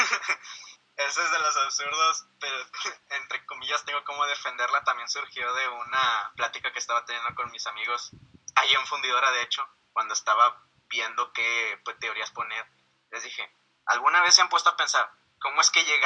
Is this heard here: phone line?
yes